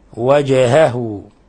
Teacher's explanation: الجيم ساكنة تعطى قلقلة